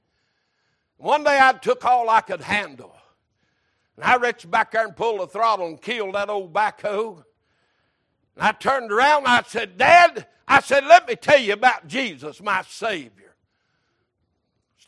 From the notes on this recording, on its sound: Sunday Morning Service.